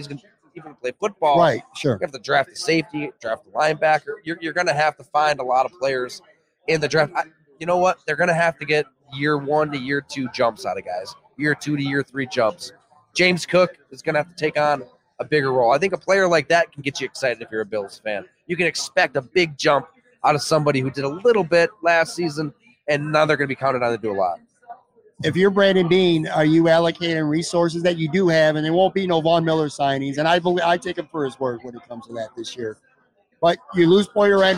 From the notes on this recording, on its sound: Imperial LIVE Series. A conversation that was streamed live at Imperial Pizza in South Buffalo. Imperial Pizza (1035 Abbott).